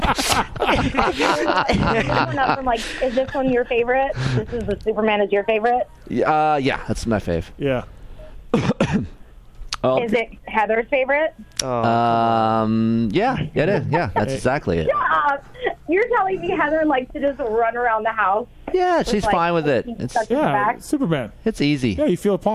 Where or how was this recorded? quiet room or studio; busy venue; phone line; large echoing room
phone line